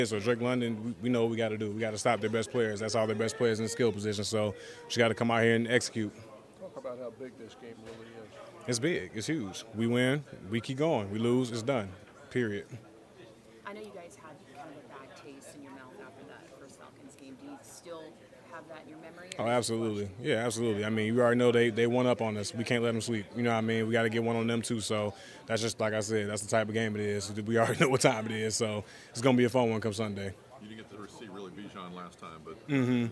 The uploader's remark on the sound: Press Conference